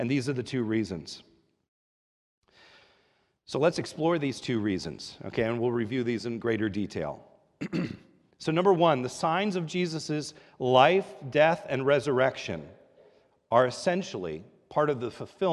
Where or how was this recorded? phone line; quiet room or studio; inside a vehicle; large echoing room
large echoing room